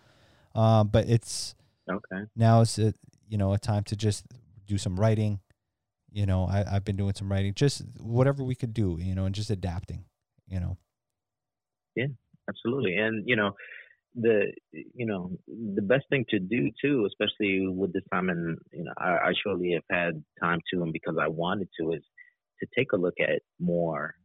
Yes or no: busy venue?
no